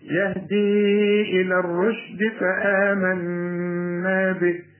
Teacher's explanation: كل الحروف دي مرققة ما عدا الراء، الراء مفخمة علشان مضمومة